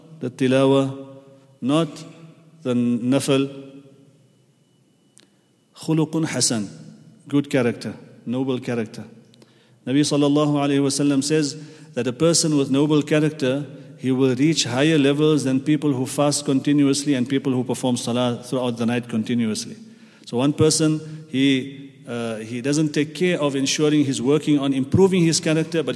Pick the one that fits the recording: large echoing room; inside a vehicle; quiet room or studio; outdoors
large echoing room